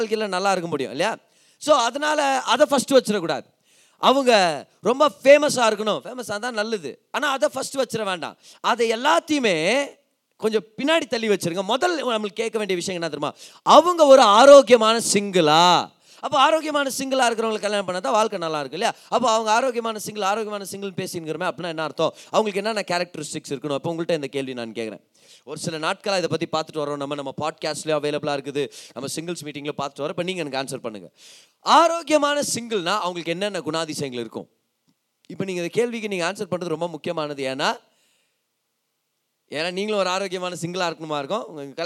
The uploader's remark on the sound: Singles Meet-Oct 2022. Preached in the special singles meet "YACHID ZONE" in our church.